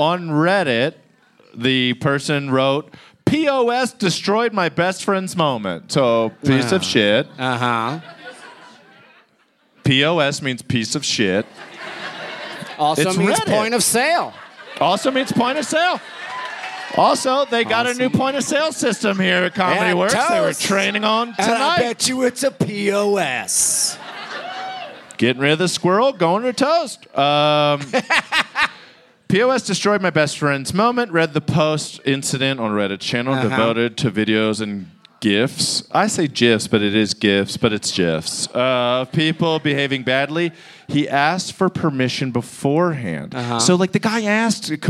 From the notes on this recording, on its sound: It's Bananas live from Denver!